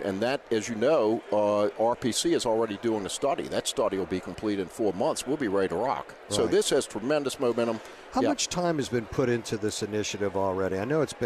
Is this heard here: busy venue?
yes